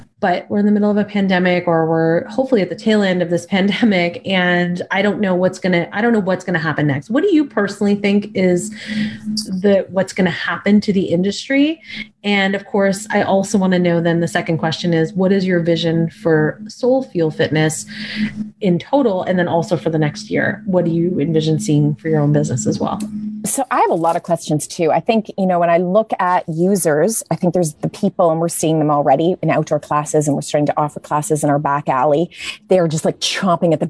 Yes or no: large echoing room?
no